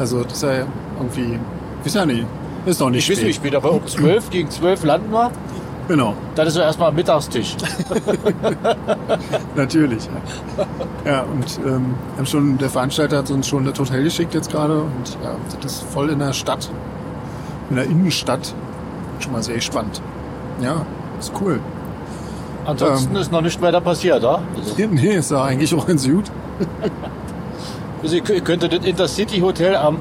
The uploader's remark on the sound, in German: UK Tour Special. Wir bitten, die teils schlechte Soundqualität zu entschuldigen. Da die oft sehr heftigen Hintergrundgeräusche weggefiltert werden mussten, klingen auch die Stimmen manchmal nicht so dolle.